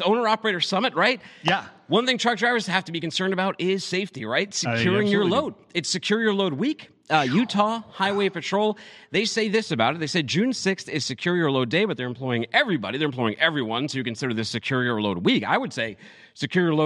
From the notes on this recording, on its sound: live from FreightWaves Small fleet and owner operator summit